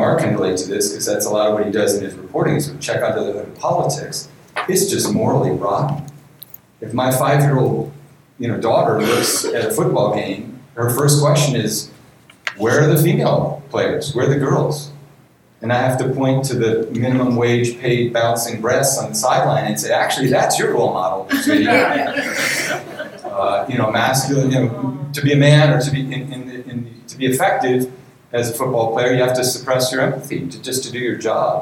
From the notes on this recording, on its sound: In this live episode of the Fiction/Non/Fiction podcast, recorded at the 2018 Miami Book Fair.